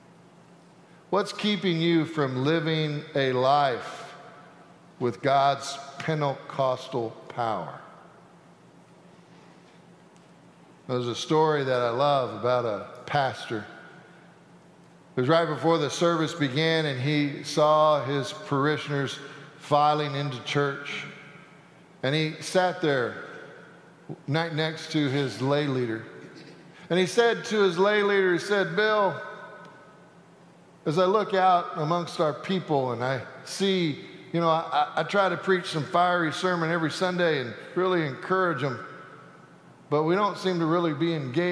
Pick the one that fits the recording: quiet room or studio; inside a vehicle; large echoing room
large echoing room